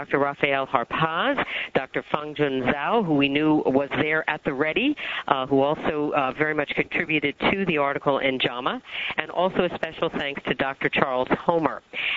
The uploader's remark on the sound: Author in the Room® Teleconference.